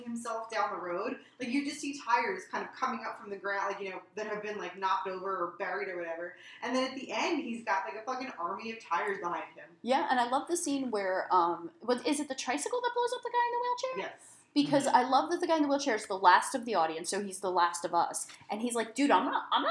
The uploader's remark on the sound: Our apologies this week for the audio issues!